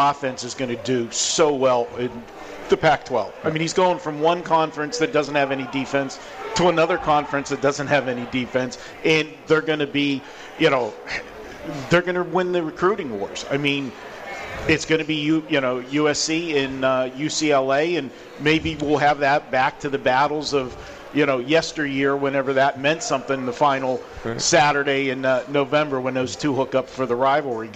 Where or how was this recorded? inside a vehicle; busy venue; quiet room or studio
busy venue